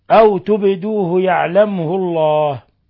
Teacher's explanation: الباء ساكنة أو تبدوه تقلقل لأنها من حروف القلقلة